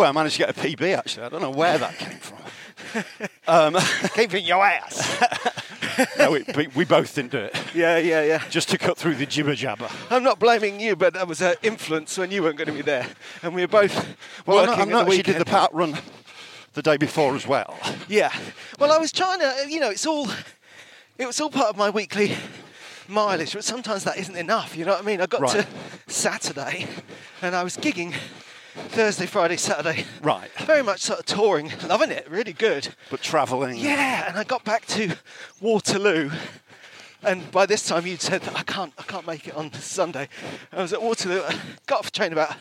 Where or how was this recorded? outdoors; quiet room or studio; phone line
outdoors